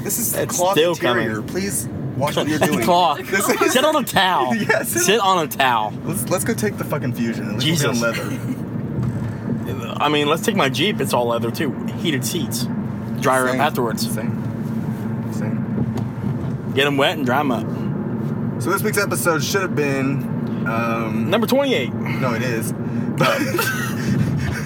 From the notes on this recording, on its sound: they turn on the microphone one last time for the trip home in case there is any accidental magic